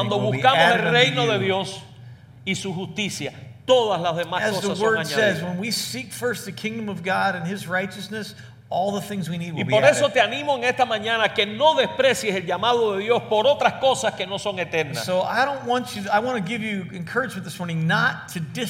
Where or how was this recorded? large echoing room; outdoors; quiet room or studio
large echoing room